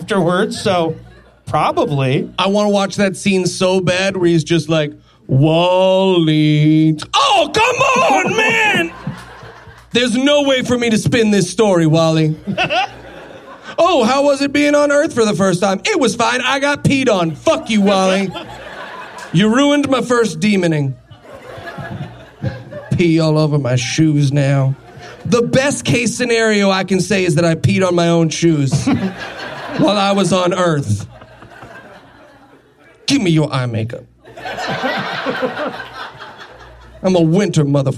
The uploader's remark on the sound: LIVE from Los Angeles